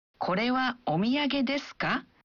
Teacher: Kita hanya menambahkan partikel ka pada akhir kalimatnya dan mengucapkannya dengan intonasi menanjak.